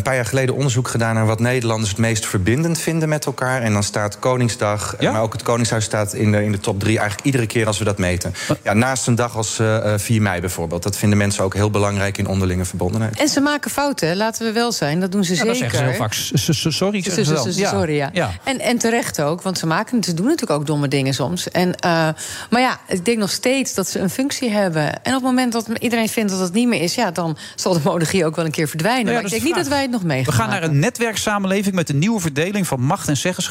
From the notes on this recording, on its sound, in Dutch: Live vanuit het Double Tree by Hilton Hotel in Amsterdam.